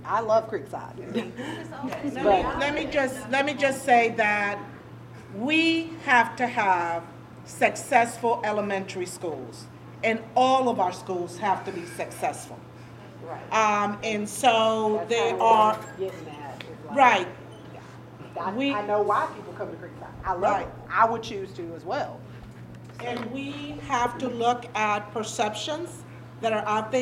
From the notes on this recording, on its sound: Baldwin County School District Elementary Schools Redistricting Community Input Meeting. The recording includes some question and answer from parents and the presentation audience.